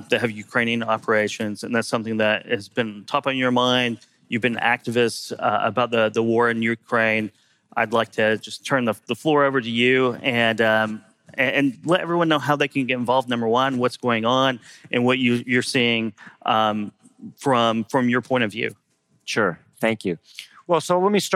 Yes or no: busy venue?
yes